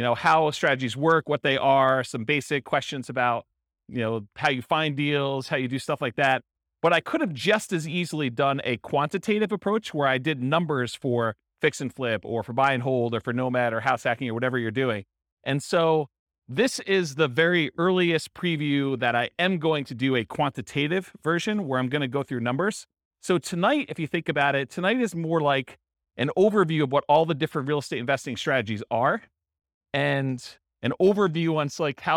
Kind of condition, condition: setting, live audience